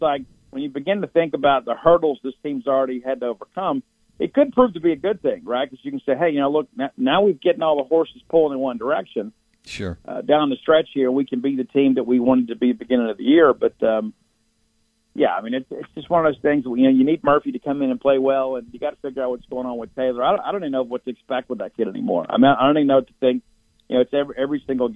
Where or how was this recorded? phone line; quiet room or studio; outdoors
phone line